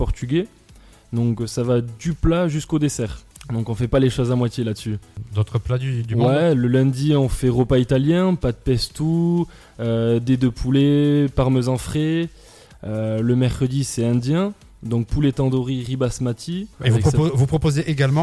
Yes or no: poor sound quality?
no